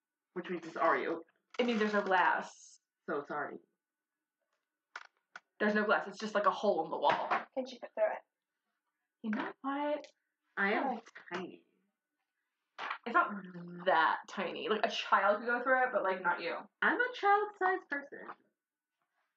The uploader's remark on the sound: The Shitty Audio Episode